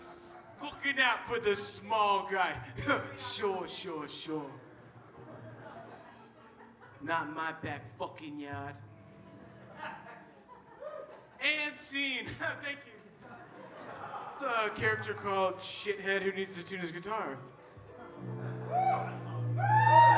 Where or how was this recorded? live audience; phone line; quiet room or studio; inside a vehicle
live audience